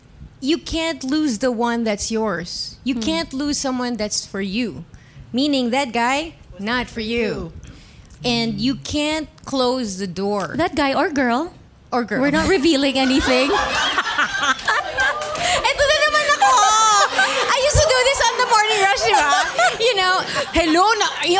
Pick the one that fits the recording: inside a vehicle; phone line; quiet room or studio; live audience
live audience